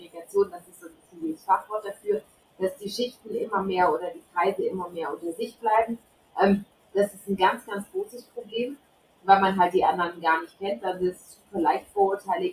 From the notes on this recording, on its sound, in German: Leider hat das Audio nicht so mitgespielt; ich bitte, die schlechte Qualität zu entschuldigen.